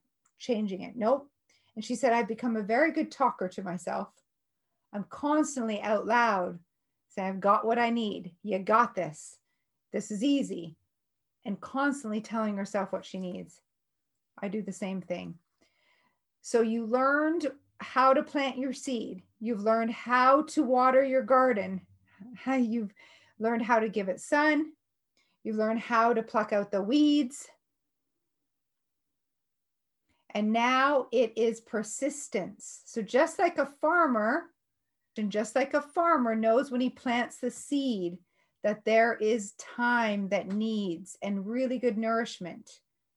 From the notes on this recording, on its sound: Today's episode in an excerpt from one of my Zoom classes.